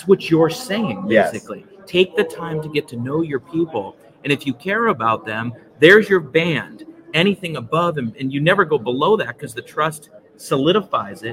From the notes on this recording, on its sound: we set up shop on podcast row at the 80th annual American Baseball Coaches Association Conference in Dallas